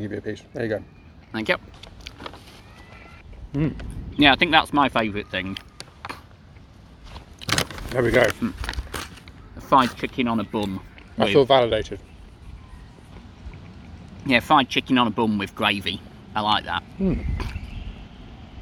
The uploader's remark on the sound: Takes me out in London. Which we then eat in a park, with the expected impact on sound quality.